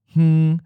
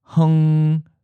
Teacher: you have a puff of air for h coming directly from your nose · Shown in: first take · Term: syllabic N-G